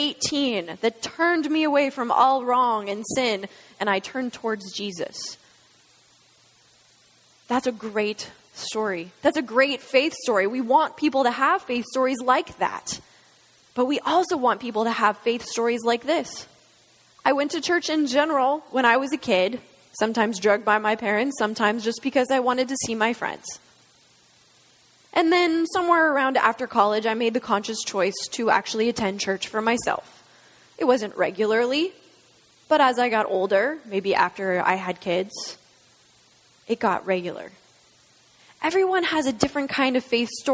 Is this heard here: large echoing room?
yes